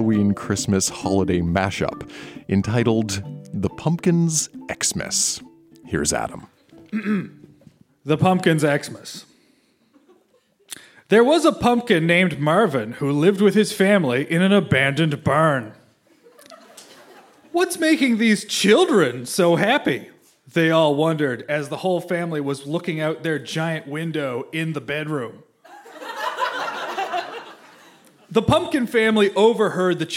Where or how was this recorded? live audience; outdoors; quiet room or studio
live audience